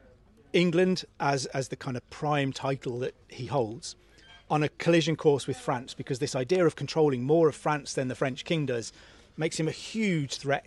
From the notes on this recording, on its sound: We're at the Chalke Valley History Festival